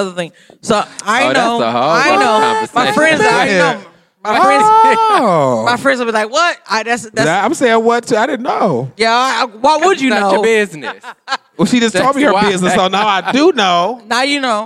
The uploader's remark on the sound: In their first-ever live recording at the Detroit is Different inaugural podcast festival, 2019.